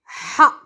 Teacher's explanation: Donc, plusieurs mettent un H, mais c'est plutôt un ha. C'est plus fort, c'est dans le fond de la gorge, le ha. · Term: le son ha